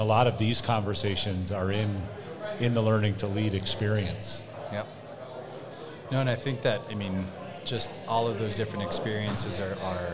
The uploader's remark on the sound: Go live in the Student Center at Regis University with a special guest.